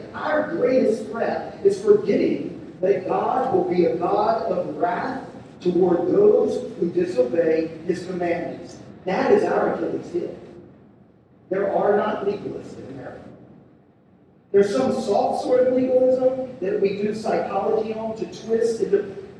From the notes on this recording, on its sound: We're sorry for the poor sound quality.